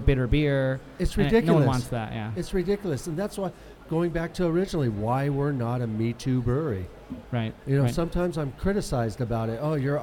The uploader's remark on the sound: Live at Absolution Brewery